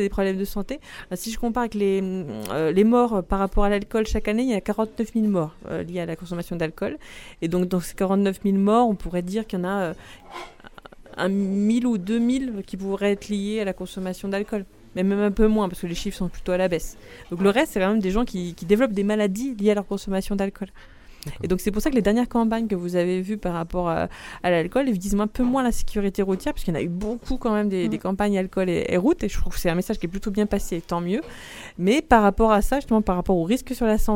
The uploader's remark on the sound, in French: Retrouvez un nouvel épisode enregistré dans les locaux du bar associatif étudiant "Phi Sciences" situé sur le campus de Vandoeuvre les Nancy.